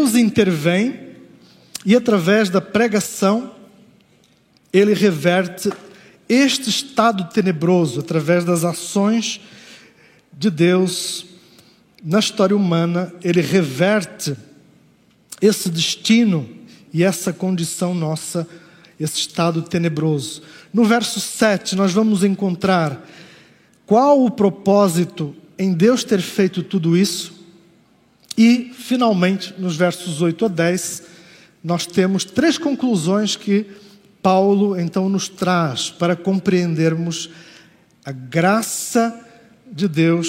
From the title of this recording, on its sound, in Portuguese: Culto ao vivo IBMorumbi